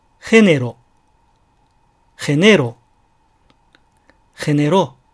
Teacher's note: これらの第二音節、ネとかビが高くならないように、ヘネロとかアビトとならず、ヘネの両方を低く、ヘネロ、アビの両方を低く、アビトと発音できるように練習なさってください。このファイルは以上です。 · Term: アクセント